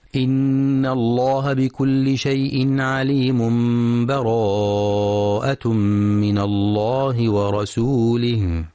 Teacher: الوجه الثالث الوصل، وهو وصل آخر الأنفال بأول التوبة بدون بسملة مع مراعاة الإقلاب، أي قلب التنوين إلى ميم